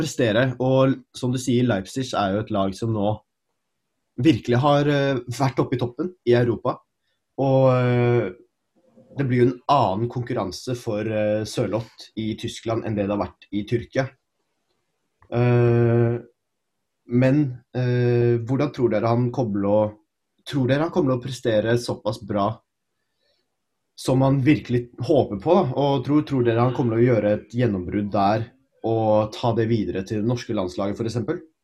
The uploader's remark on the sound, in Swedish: På zoom